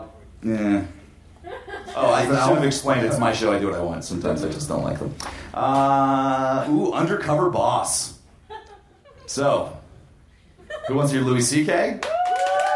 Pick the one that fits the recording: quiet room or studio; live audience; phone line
live audience